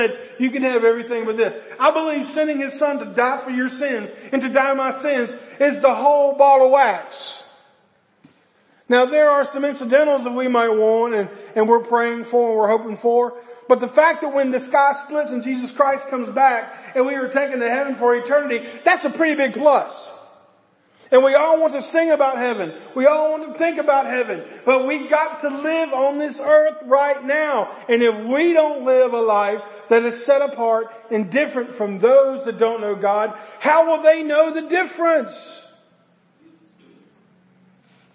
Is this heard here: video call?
no